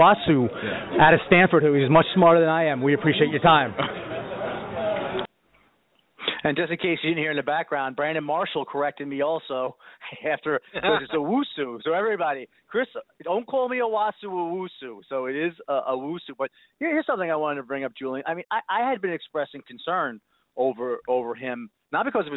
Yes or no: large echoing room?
no